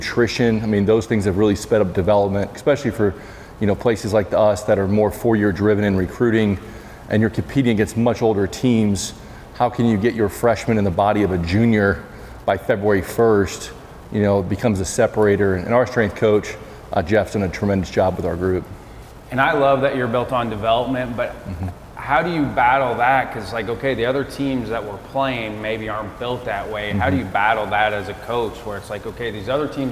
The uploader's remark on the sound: This week’s ABCA Podcast is an on-location episode from Lewiston, ID for the NAIA World Series.